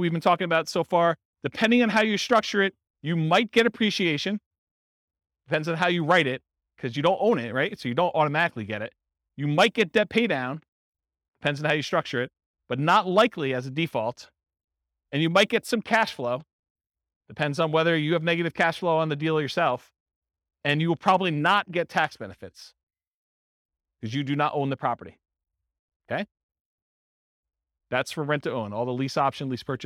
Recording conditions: live audience